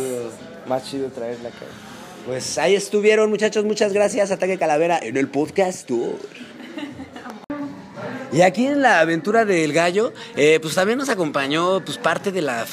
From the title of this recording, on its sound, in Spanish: En Vivo En el Bazar Cannábico en Capitán Gallo